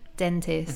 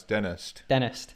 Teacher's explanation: So we have that NT that in American English, at least, often we drop the T sound. · Shown in: second take